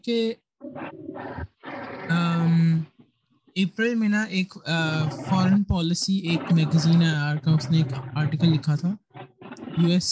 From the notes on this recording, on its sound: I apologize in advance for the background noise in this episode. I tried to resolve the issue but I know it still persists.